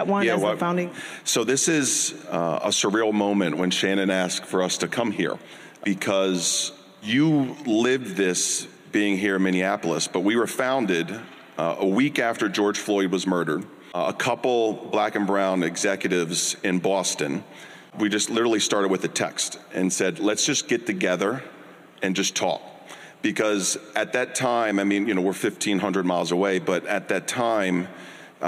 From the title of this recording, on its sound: Live! Nonprofit Board Lab 2023: New Commonwealth Fund Panel